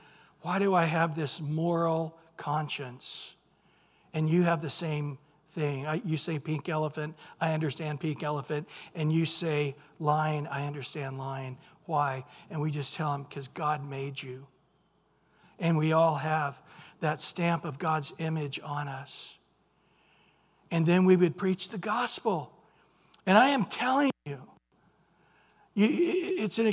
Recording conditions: large echoing room